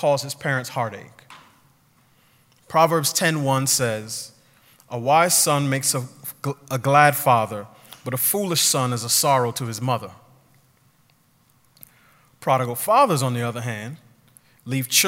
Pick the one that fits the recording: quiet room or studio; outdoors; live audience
live audience